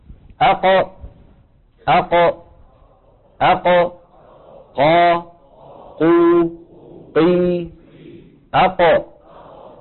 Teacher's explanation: أقصى اللسان مع الحنك اللحمي · Term: القاف